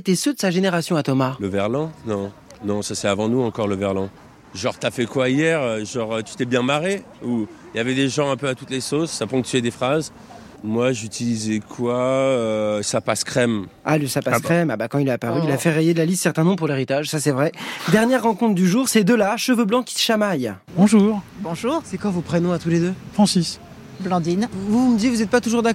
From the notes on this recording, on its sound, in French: Vous avez la parole dans le micro-trottoir de ZoomZoomZen.